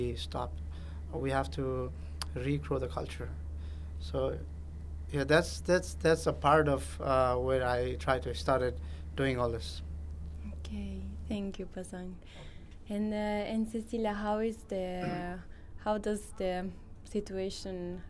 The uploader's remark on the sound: This episode was live recorded at the event Terra Madre 2022 by Slow Food International.